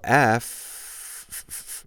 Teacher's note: We don't use our voice when we reproduce the sound of an F.